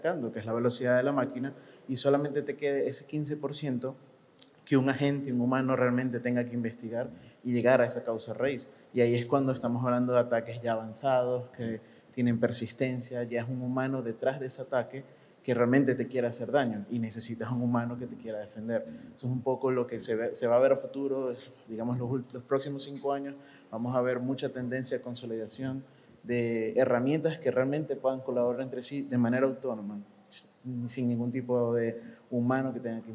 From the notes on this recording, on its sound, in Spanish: Este es un episodio grabado en vivo durante ANDICOM 2023 del panel "Amenazas y Ataques Cibernéticos en la Era Digital".